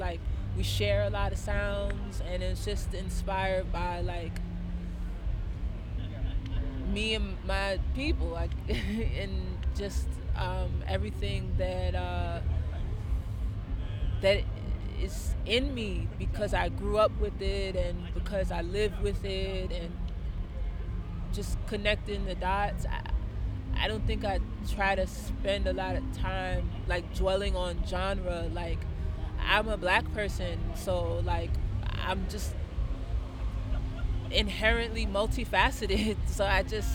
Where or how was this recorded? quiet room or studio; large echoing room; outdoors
outdoors